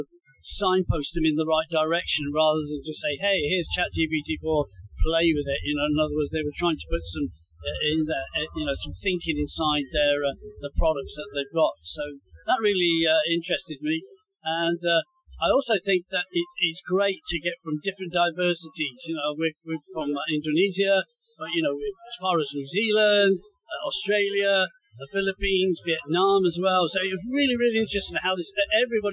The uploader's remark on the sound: At the EDUtech Asia conference in Singapore. He setup his microphones in the exhibitor hall and stopped random people on the floor. With over 9,000 attendees and over 250 speakers.